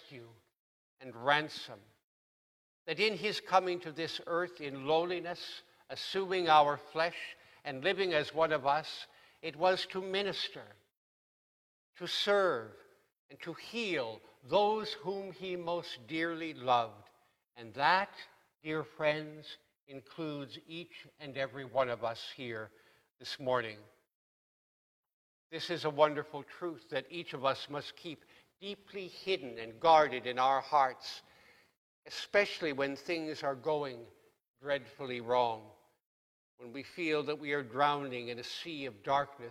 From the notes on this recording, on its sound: Please note that due to technical difficulties, this sermon was recorded at the 8AM service.